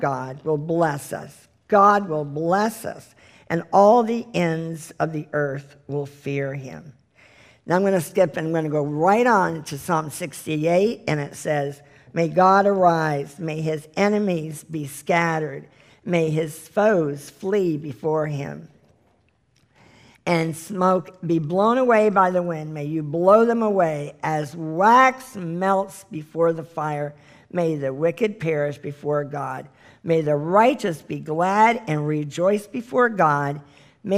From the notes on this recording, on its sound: This is the full replay of the LIVE Rejoice Pompano Bible Study from April 2018